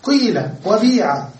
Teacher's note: تنطق كسرة وتضم الشفتين حتى تشعر فيها بضمة، قيل وبيع، تنبيها على الأصل، هذا ينبه على أن الأصل قولة في الأصل، ولكن حذفت الضمة ووضعت الكسرة بدلا منها، ونضم الشفتين تنبيها عن الأصل، وهي لغة فصيحة أيضا، هي الثانية في الترتيب.